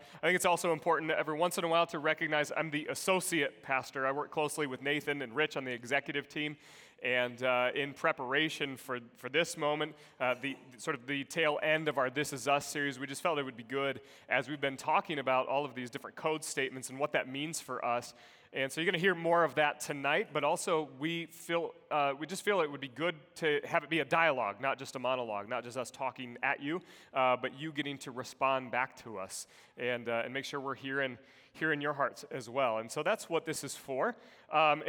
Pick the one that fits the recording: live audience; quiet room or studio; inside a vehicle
live audience